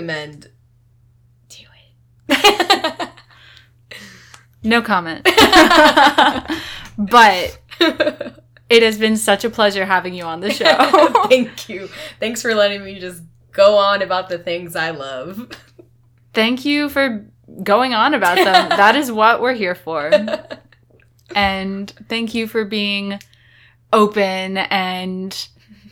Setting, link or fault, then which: fault, sounds in the background